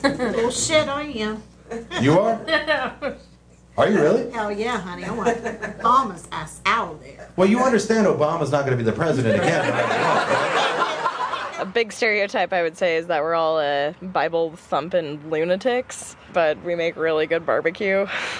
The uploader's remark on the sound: The comedy in this episode was recorded at live venues all around the country. Several noble people we bothered on the street and in the office.